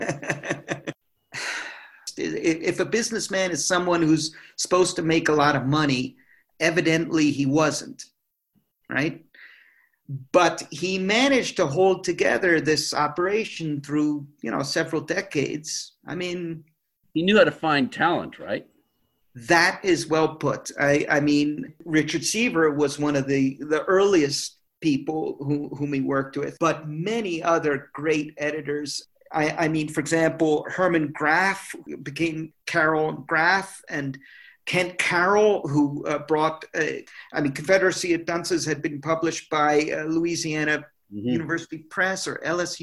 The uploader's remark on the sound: via Zoom.